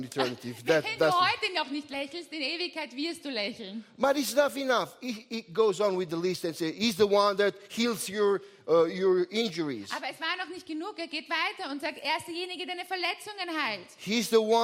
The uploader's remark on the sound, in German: Gottesdienst live aus der LIFE Church Wien.